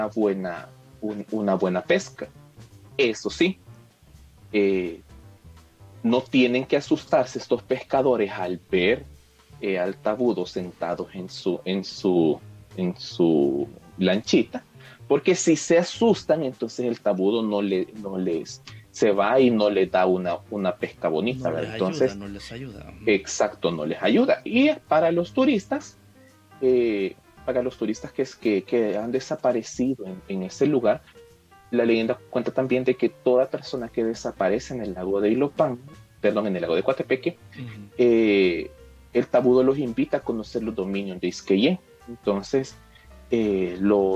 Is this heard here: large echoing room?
no